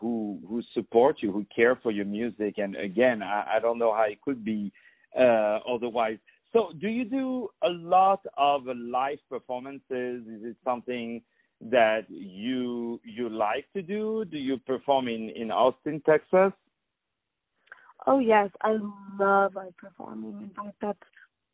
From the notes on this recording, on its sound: On the phone.